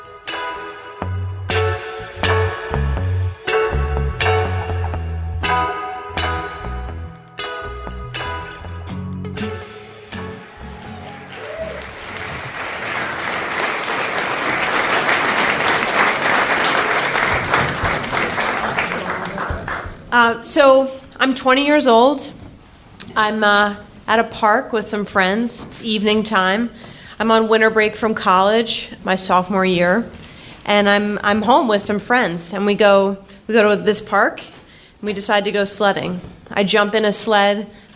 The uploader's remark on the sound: Live From Philly 4! Tell stories at our latest trip to the City of Brotherly Love.